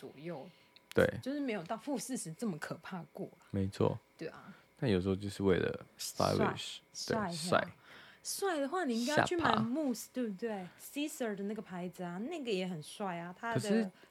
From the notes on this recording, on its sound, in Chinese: 很抱歉收音有點忽大忽小。